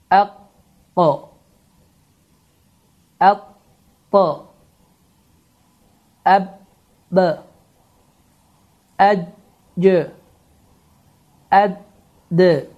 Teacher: Yəni bu hərflər qaf, ta, bə, cim, dəl hərfləridir ki, bu hərflərdə hava axını tamamilə dayanır və bu hərflərin üzərində vəqf etdiyimiz zaman hava axını tamamilə kəsilir və bu hərflər iki dəfə təkrar olunaraq çıxır · Term: qalqalə